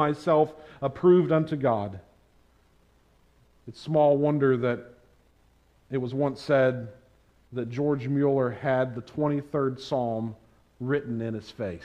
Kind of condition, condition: setting, large echoing room